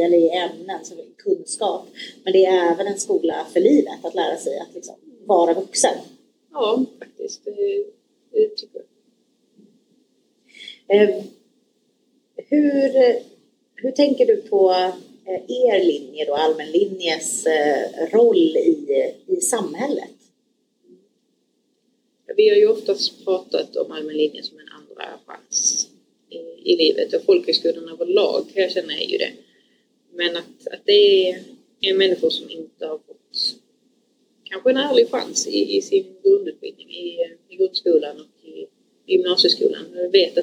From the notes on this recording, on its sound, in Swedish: Vi ber om ursäkt för ljudkvalitén, vi lärde oss efter denna inspelningsdagen att man både ska sitta närmare mikrofonen och inte minst välja ett rum utan brus från ventilationen.